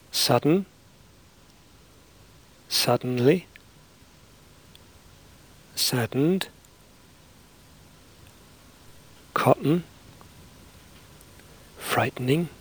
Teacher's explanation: syllabic N, is composed of schwa and N, which have coalesced